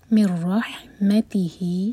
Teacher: ادغام بغیر غنہ کے اور رح ہا کی آواز حلق سے آنی چاہیے